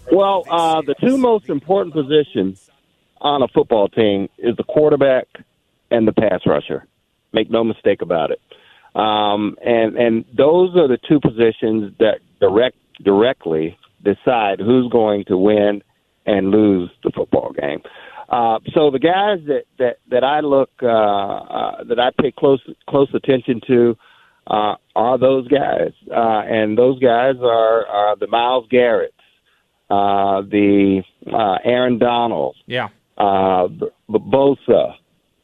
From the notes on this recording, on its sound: We keep things rolling here in the Fan studio with a special guest. We have a live caller. Another, strangely familiar, surprise caller!